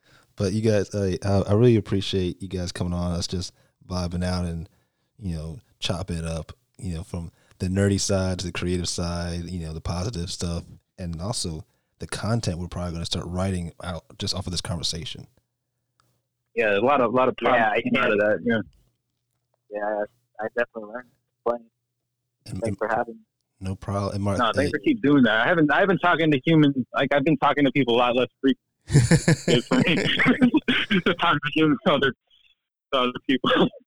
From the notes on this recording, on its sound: This series is filled with phone conversations by poets, artist, parents, teachers and nerds.